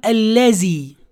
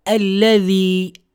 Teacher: وتخرج الذال من طرف اللسان مع أطراف الثنايا العليا · Shown in: second take